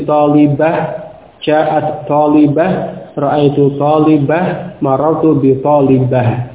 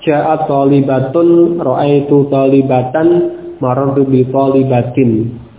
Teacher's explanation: ketika dibaca dengan waqaf, maka tak ta'nits yang akhir tersebut, talibatun, ini diganti menjadi huruf ha · Shown in: first take · Dan tentunya sukun ya, karena waqaf sukun. · Term: ha sukun